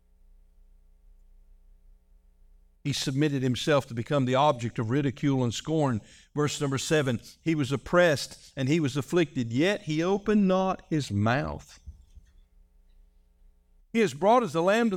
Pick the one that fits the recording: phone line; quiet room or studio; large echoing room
large echoing room